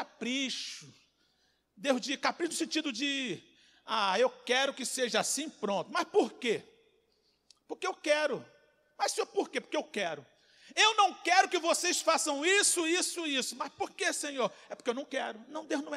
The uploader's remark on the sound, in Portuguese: CULTO DE LOUVOR E PALAVRA AO VIVO